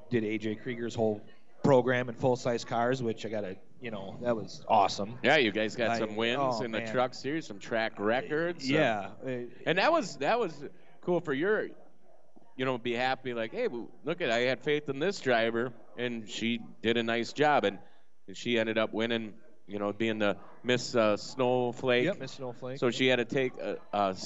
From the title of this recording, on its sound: 7-7-23 Trackside Live from Aftershock